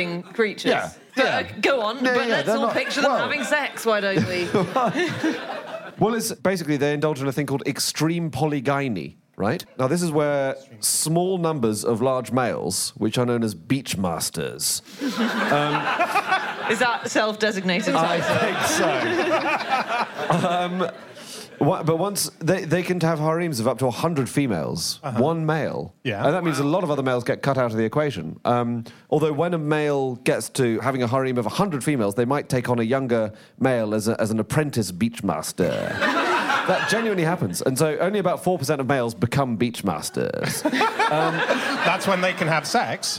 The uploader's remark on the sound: live from the Soho Theatre